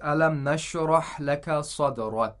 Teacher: Okay, for the first verse of Surah Ash-Sharh, as you can see, we stopped on the last word of the verse, صدرك، and even though the last letter of صدرك has a fatha, since we're stopping on this verse and we're not continuing and connecting it to the next verse, the kaf becomes like a sukun. The fatha turns into a sukun.